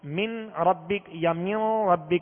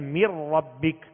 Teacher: میم کو را سے ڈائریکٹ ملائیں گے اور نون اس میں داخل ہو گیا · Shown in: second take